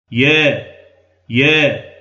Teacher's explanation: ففي التقليل بدل أن تخلط بين صوت الألف وصوت الياء تخلط بين صوت الألف وصوت الإمالة على النحو المذكور سابقا. فالتقليل أقرب إلى الألف منه إلى الياء · هو النطق بالألف بحالة بين الفتح المتوسط والإمالة المحضة. بين الفتح المتوسط أي بين الفتح المعروف هذا، وإنما قلنا الفتح المتوسط زيادة في التوضيح، لأن الفتح الشديد ليس من لغات العرب أصلا.